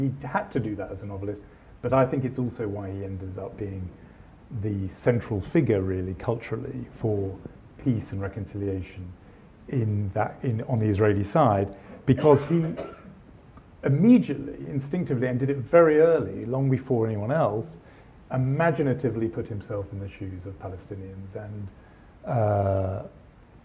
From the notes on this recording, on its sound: In a special podcast by the Woolf Institute, recorded live at our ‘We need to talk about Israel/Palestine’ event.